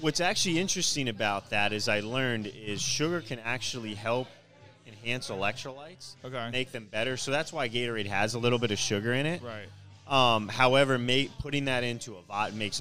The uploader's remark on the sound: Live from The Acme Bar and Grill in Annapolis!